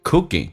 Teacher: Cooking 这个单词啊，那个可在美语当中两个元音中间所加的辅音可以浊化变成 g